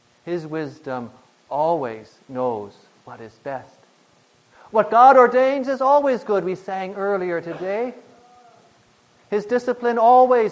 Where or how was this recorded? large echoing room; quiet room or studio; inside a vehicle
large echoing room